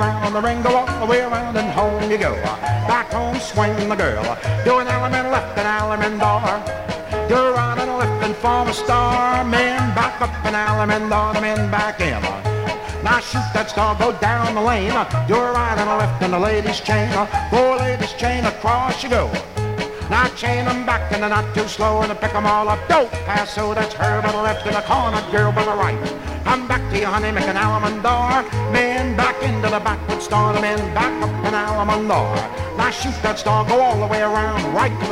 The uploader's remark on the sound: 1964 Blue Star Jubiliee in Houston, Texas SECOND RECORD. From the 1964 Blue Star Jubilee Square Dance held in the Sam Houston Auditorium.